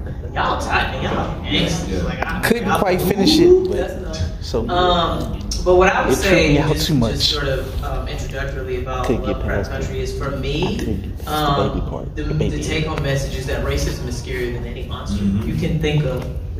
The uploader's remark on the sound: THE SPECTRUM OF BLACK HORROR panel at Fan Expo 24.